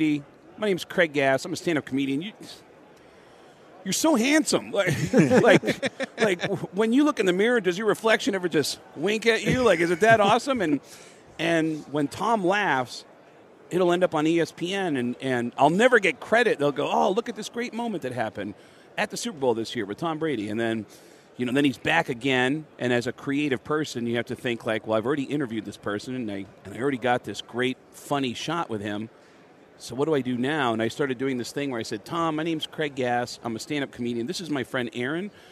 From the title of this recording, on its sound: live from Super Bowl Radio Row